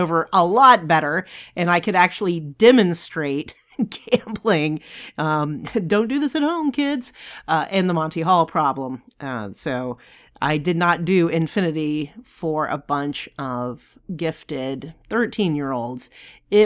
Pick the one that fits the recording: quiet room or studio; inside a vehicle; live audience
quiet room or studio